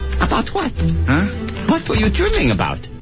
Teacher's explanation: about t 失去爆破，about what 那个 t 啊也要失去爆破处理